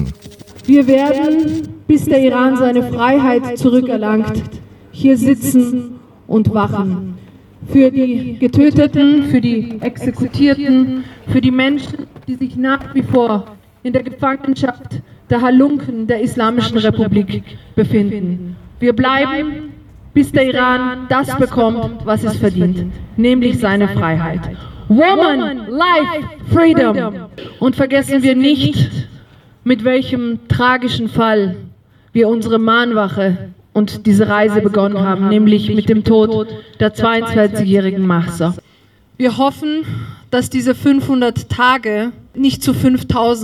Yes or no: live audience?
yes